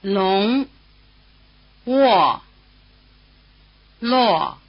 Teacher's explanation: ONG is pronounced ung, but after the semi-vowel written W or U, the letter O stands for another vowel sound. The combination WO or UO is pronounced rather like the beginning of the English word wall.